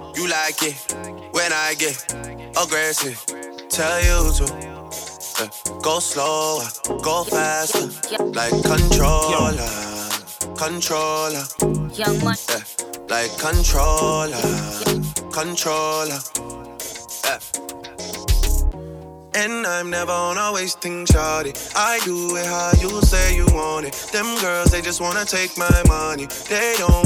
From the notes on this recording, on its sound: Live at ProefMei 2017